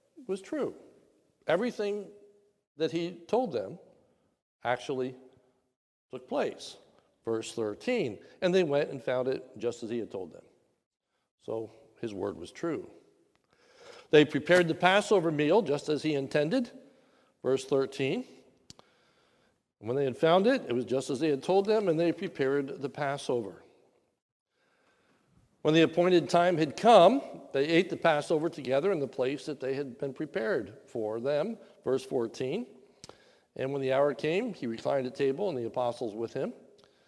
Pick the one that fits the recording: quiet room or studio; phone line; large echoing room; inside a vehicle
large echoing room